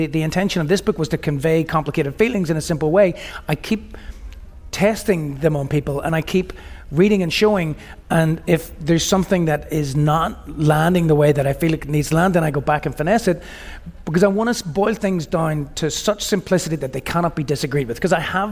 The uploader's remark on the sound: on stage at the Toronto Reference Library's Bram and Bluma Appel Salon